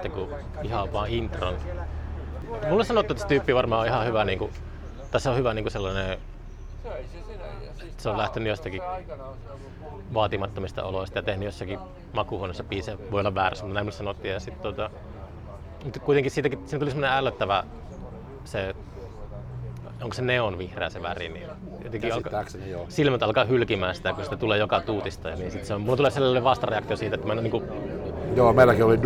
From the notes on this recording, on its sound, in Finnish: Jakso äänitettiin Pub Merikulmassa, Oulussa